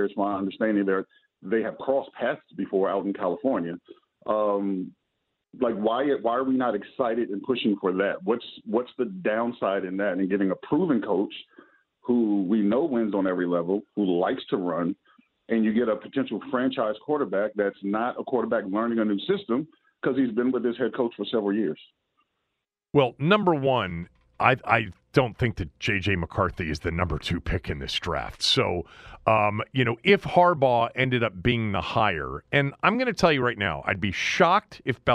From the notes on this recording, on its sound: opens the phone lines to take calls from listeners